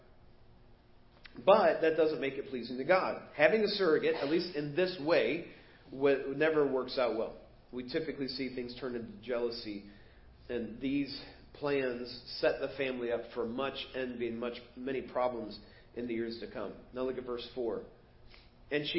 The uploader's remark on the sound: Preached at First Baptist Church of Hazel Park.